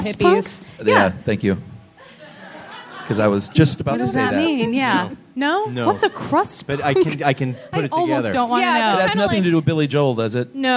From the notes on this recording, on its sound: This live episode from SF Sketchfest! Everyone onstage and in the audience.